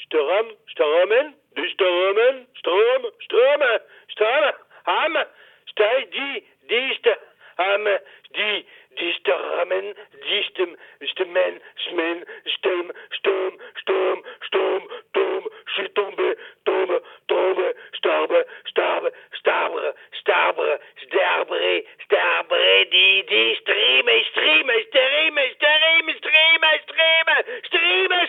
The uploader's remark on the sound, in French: Org a fixé un rendez-vous téléphonique. Malheureusement, il ne décroche pas. Le répondeur s'enclenche.